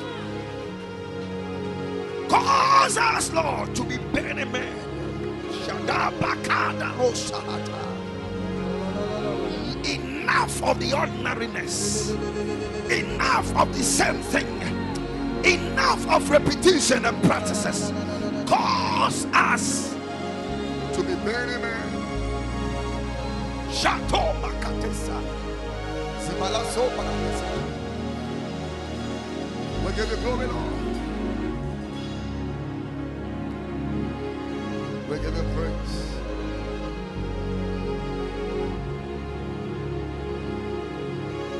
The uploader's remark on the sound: Preached at Ekklesia Chapel